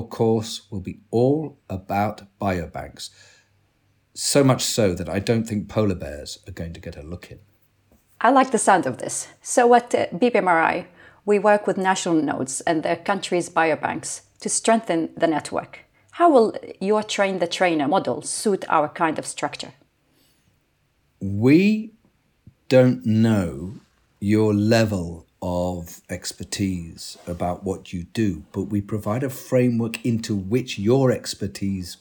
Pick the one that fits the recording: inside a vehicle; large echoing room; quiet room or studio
quiet room or studio